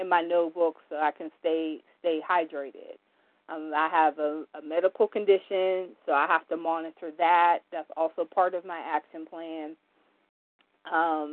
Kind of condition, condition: link, phone line